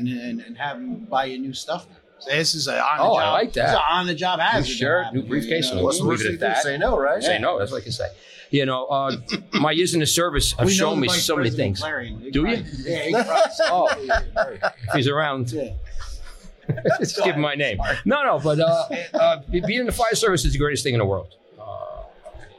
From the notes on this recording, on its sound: Talks live at FDIC International 2023.